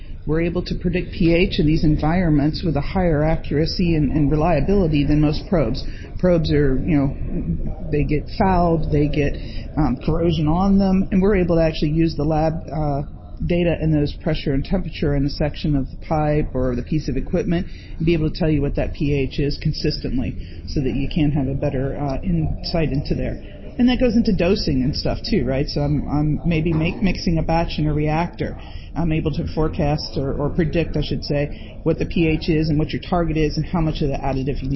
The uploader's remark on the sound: Live from the ARC Americas Forum 2022.